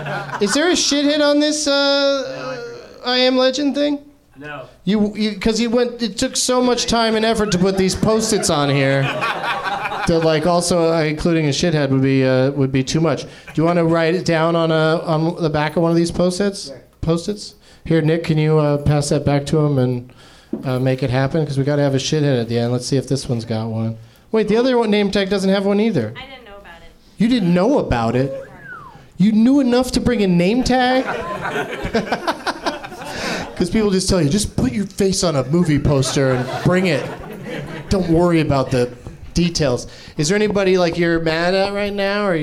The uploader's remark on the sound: Live from the NerdMelt Showroom in LA